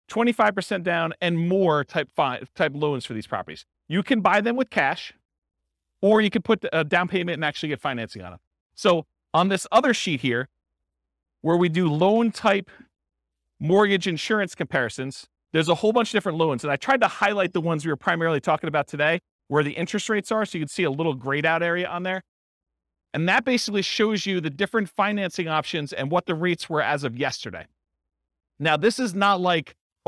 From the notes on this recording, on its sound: This was a live class recorded